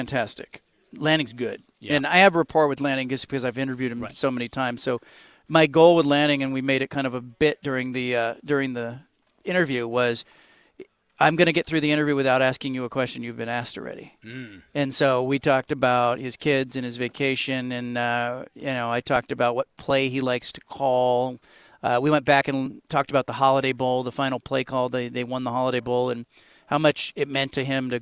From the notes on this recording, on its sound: recorded a podcast from Pac-12 Media Day in Las Vegas